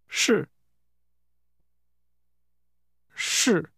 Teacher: This word begins with a soft sh sound.